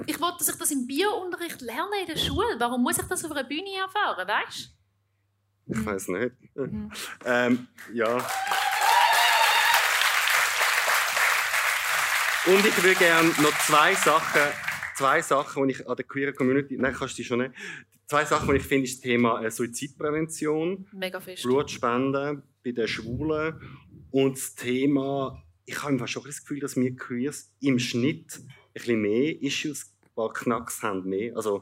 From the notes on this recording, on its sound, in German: Zum ersten Mal vor Publikum. Im Zurich Pride Podcast ON TOUR im Plaza Klub in Zürich.